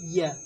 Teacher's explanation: ثم أنطق بالياء فيرتفع اللسان من وسطه يا فأقول من يا، فارتفع اللسان ارتفاعتين.